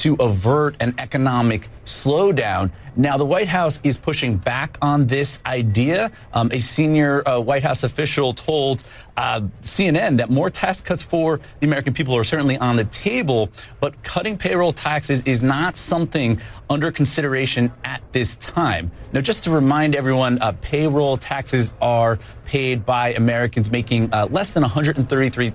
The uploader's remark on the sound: live from the New York Stock Exchange